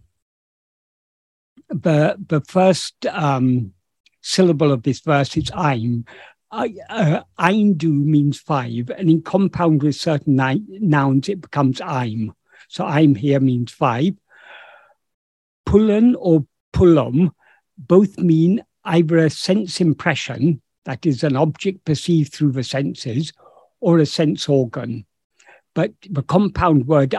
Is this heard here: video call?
yes